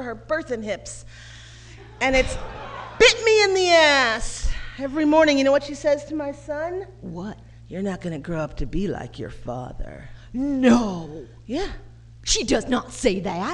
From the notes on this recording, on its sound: Live at the 2nd annual SF Femprov Festival